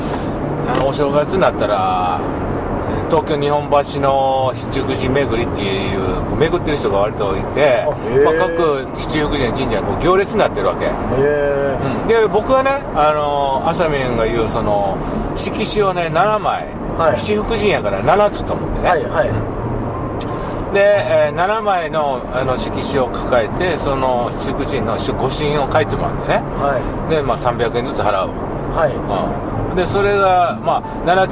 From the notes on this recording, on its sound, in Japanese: ドライビング対談収録をいたしました